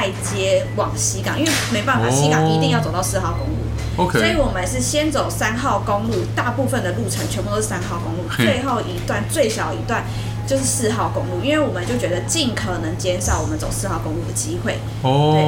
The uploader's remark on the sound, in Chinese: 錄音地點： SUGARbISTRO 小食糖